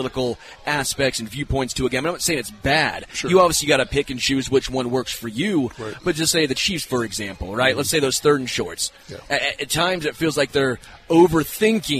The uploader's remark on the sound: LIVE from Hollywood Casino!